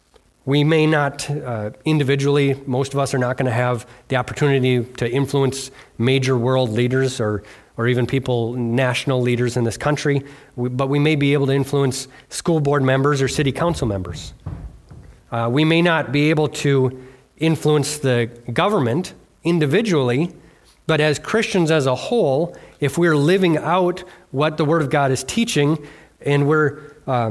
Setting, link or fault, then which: setting, large echoing room